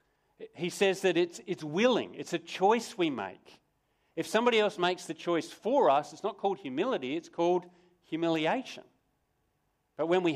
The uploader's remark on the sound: Sermon recorded live from Morley Baptist Church